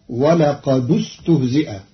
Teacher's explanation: قرأ قالون كلمتي ولقد استهزئ بضم الدال وصلا لضم ثالث الفعل فتصير ولقد استهزئ.